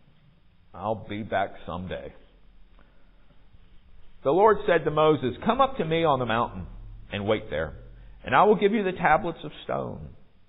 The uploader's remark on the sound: Recorded at MPPC on Sunday, February 19, 2023